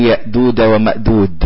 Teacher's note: يحرك الجيم من وسط اللسان يخليها عند الثنايا ويطلقها يفك شدتها · Term: ضيع الشدة